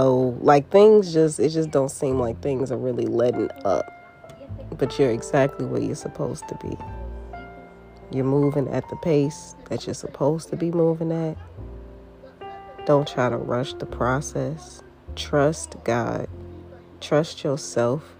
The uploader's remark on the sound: Excuse the noise in the back.